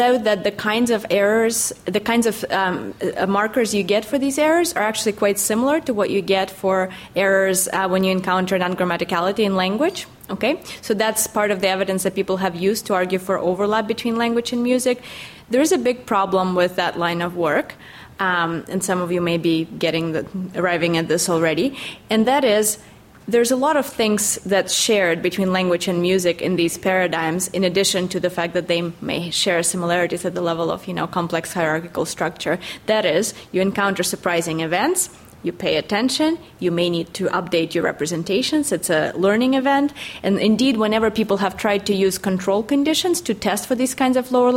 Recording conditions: live audience